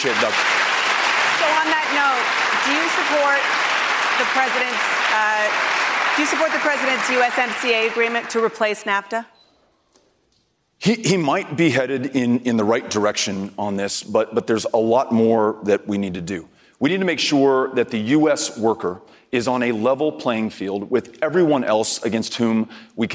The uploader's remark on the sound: a live town hall